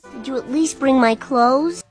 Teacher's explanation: 这句话当中呢可以听得到 clothes 衣服呢，它呢将词尾读作了 z 的音